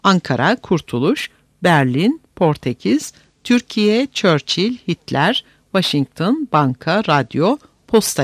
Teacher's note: yerli yabancı bütün yer adları ile Türkçe'de benimsenmiş olan yabancı şahıs isimlerinde ve bazı yabancı kelimelerde vurgu ilk hecede bulunur